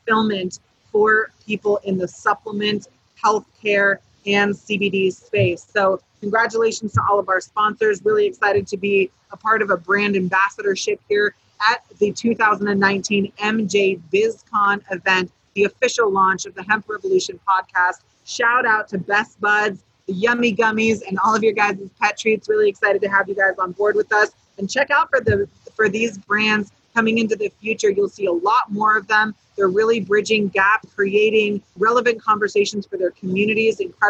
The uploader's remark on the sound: live from MJBizCon 2019 in Las Vegas, Nevada